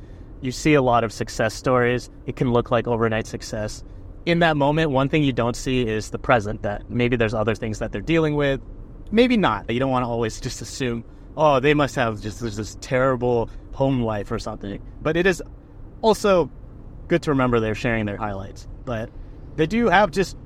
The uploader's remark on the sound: I recorded in the car